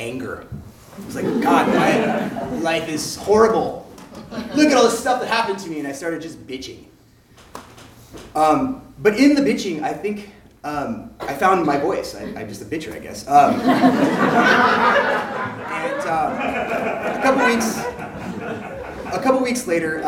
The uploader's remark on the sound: Urban Tellers is a live storytelling series in Portland, OR. Filmed live at Hipbone Studio.